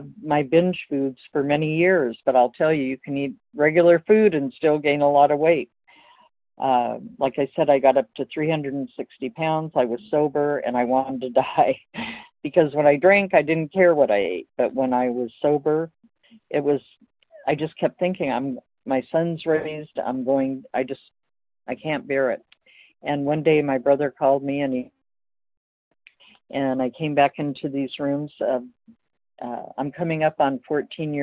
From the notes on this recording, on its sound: from the 100 Pounders Phone Meeting, 1/20/23